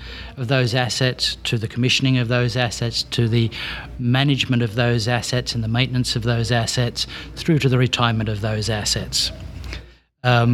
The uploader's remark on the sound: talks with some of the Exhibitors and Presenters at the Operational Excellence in Oil and Gas Conference